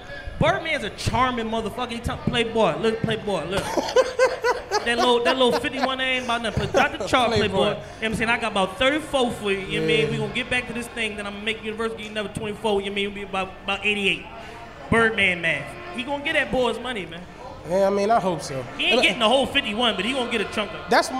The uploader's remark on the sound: Live from The Podcast Stage at The 2018 Roots Picnic